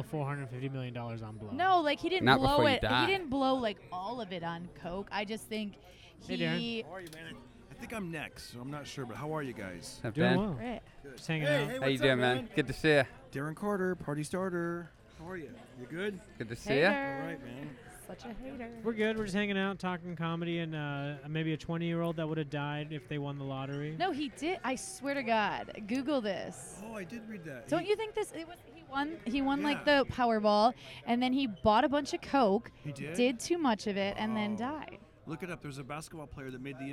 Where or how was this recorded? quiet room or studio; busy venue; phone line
busy venue